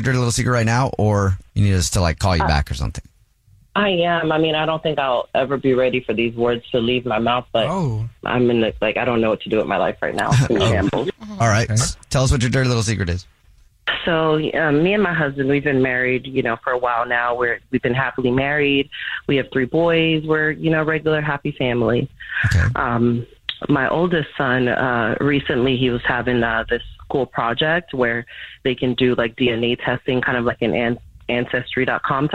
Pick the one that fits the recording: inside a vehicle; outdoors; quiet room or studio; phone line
phone line